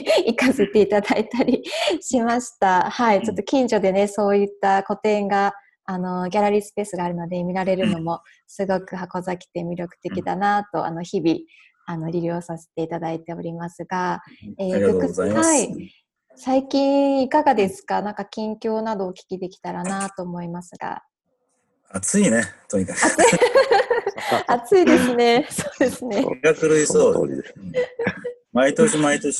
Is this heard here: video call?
yes